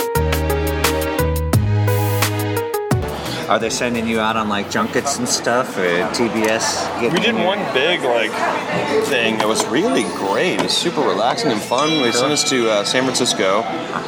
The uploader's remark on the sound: At The Larchmont Tavern. At Larchmont Tavern.